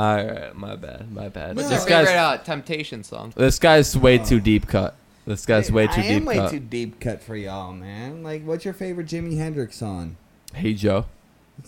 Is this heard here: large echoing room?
no